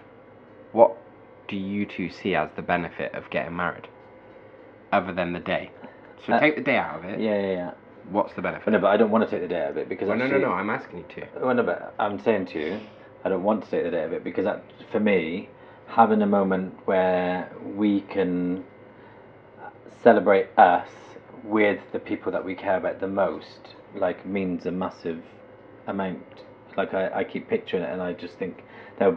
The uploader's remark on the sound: Sorry about the constant hum in the background. There was some work going on outside .